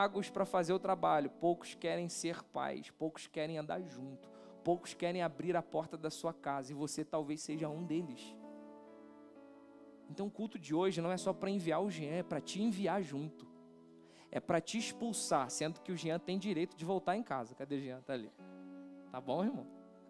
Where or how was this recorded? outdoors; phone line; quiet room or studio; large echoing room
large echoing room